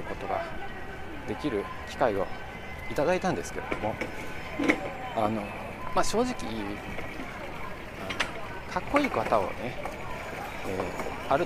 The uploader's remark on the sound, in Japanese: 華山1914文化創意産業園区の公園内にて歩きながらの収録。